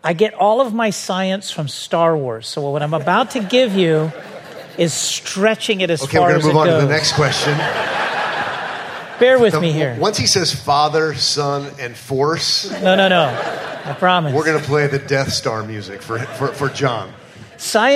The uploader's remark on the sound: a live Q&A session